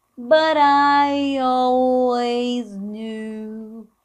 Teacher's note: o T do but fica com som de R.